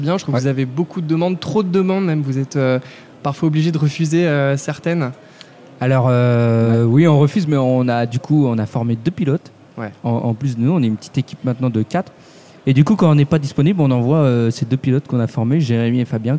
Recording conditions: live audience